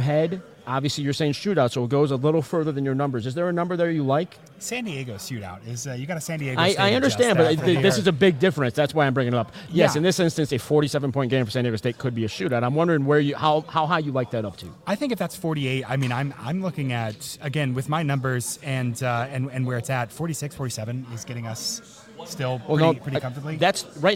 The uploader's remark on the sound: LIVE FROM CIRCA SPORTS. Hit The Books is LIVE on location from the Circa Sportsbook in Las Vegas, Nevada!